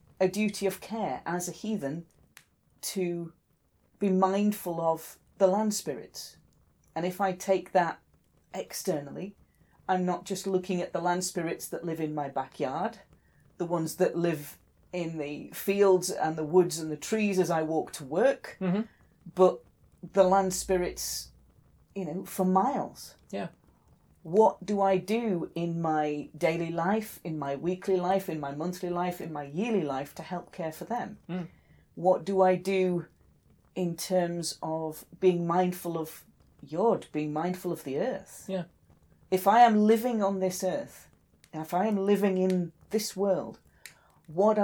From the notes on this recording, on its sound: Background fire ambience